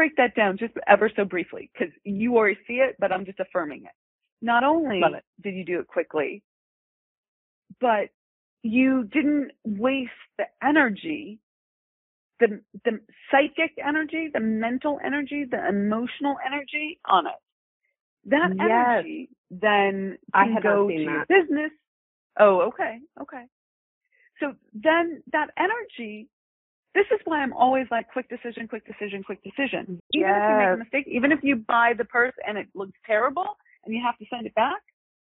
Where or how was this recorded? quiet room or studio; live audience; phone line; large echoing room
phone line